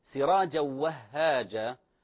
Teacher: لاحظوا الهاء حرف مضعف يعني مشدد، لا يغن لا يغن، لكن انتبه لا تقول وهاجا وهاجا، هو عبارة عن هاء ساكنة وهاء متحركة، فانتبه أعطيه المقدار الزمني المناسب.